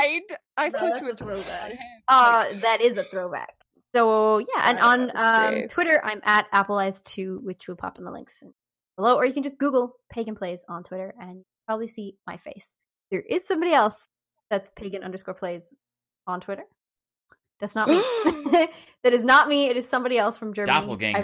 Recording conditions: drop-outs